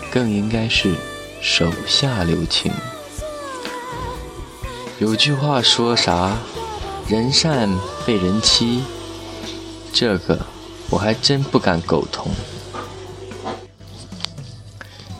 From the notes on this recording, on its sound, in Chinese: 边走边聊着